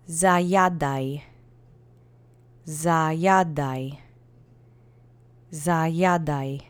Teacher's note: the accent is on the penultimate syllable.